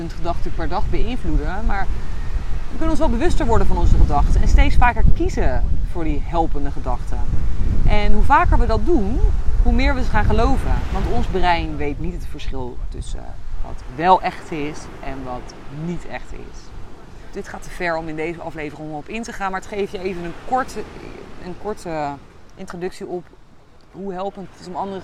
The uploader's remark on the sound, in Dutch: opgenomen op het strand in Koh Phangan Thailand